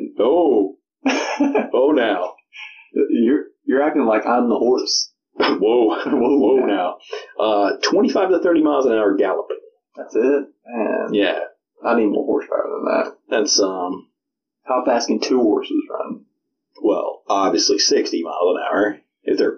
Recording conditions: poor sound quality